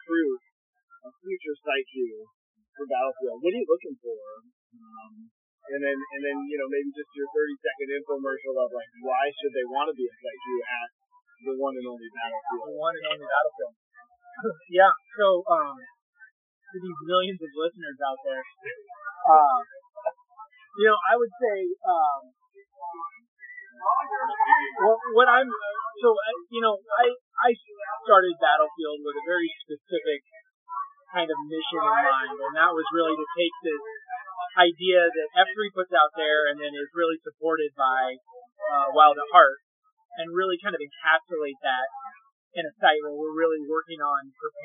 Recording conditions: background noise